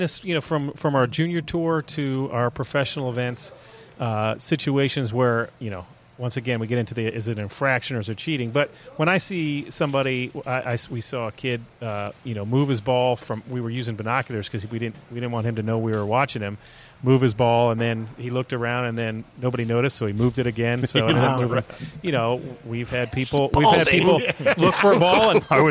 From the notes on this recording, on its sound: Taped live at GolfDom Golf in Tyson's Corner, VA.